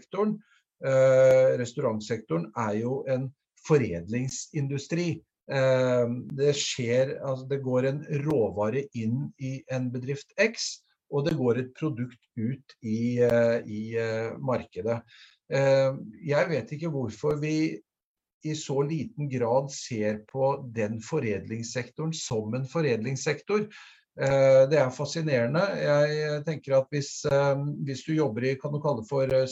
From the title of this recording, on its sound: Live Zoom